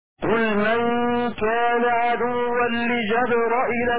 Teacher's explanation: فتح الجيم والراء وكسر الهمزة وحذف الياء